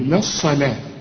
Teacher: إلى ألف، تقول للصلاة، لكن فخم لي الصاد ورقق لي اللام